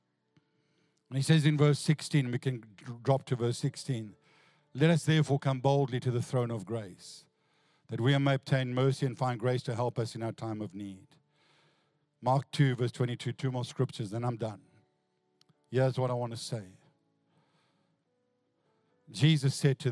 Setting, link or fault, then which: setting, large echoing room